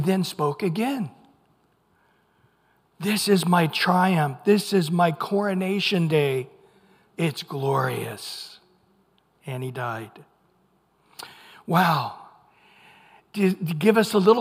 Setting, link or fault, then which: setting, large echoing room